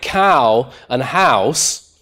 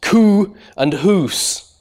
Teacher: in words like cow and house, these get pronounced coo and hoos in some varieties · Shown in: second take · Term: stigmatized pronunciation